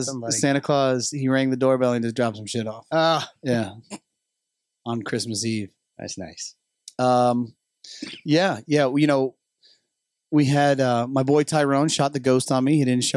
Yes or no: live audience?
no